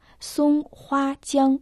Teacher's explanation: Второй иероглиф Хуа произносится в первом тоне, переводится цветы.